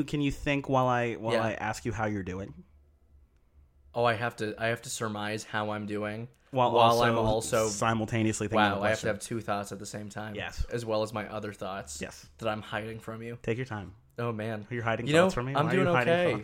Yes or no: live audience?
no